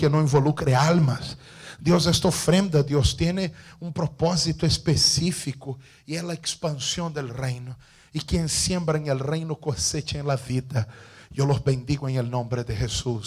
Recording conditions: large echoing room